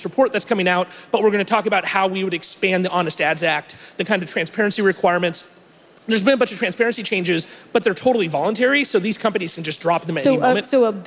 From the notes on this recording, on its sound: live interviews from the 2019 Collision conference in Toronto, Canada